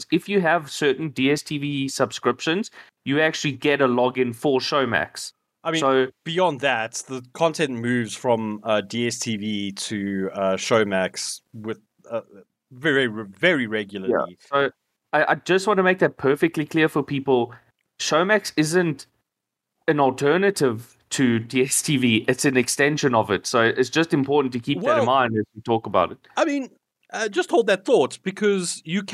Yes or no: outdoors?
no